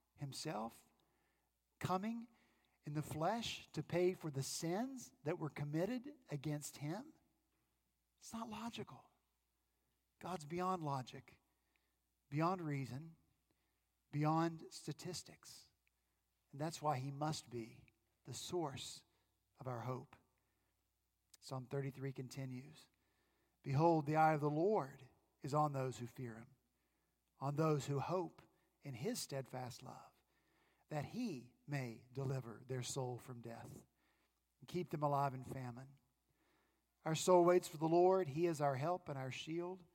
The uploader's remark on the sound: At Redeemer Presbyterian Church in Charleston, SC, our senior pastor continued our Advent sermon series.